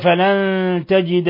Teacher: نون ساكنة جاء بعدها التاء، إخفاء حقيقي